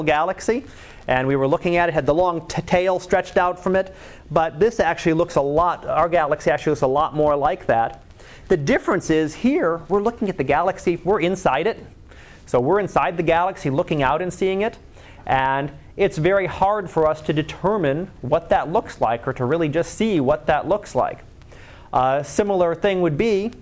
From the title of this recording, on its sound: Live Class Lecture